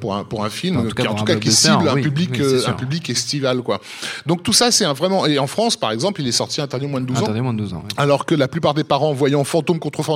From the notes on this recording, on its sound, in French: Enregistré le 31 octobre 2018 au Club de l'Etoile (Paris 17e). Production : Binge Audio.